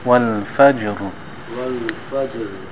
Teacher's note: try to hold the ra, but give it thickness